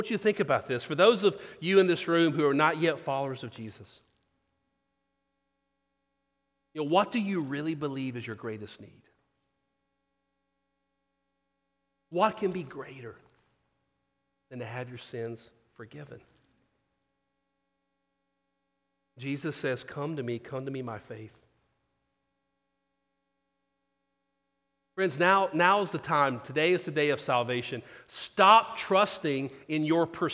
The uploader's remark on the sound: Sermon. Christ Presbyterian Church in Houston, TX.